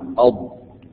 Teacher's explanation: تجد حافة اللسان أي جنب اللسان يضرب في الأضراس اليسرى أو العليا اليسرى أو اليمنى أو كلاهما معا · Term: الضاد